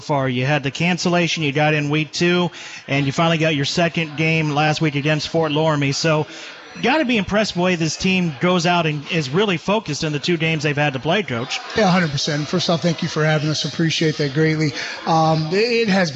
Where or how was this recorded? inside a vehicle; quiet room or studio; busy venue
busy venue